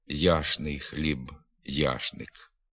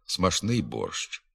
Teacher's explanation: в низці давніх народно-побутових слів група «чну» вимовляється як «шну»